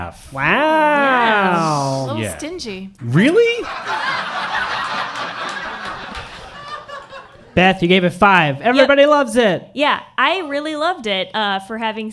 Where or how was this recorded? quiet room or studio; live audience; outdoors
live audience